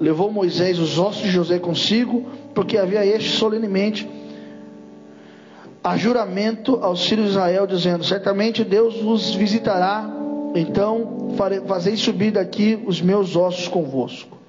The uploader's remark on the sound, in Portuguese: Durante culto da Família.